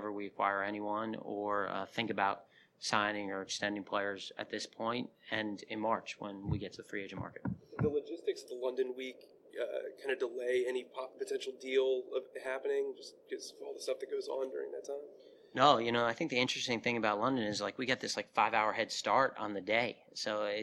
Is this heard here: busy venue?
yes